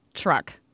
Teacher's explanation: So you take a word like truck, and for many people, the T will sound more like a CH. Truck. · Term: assimilation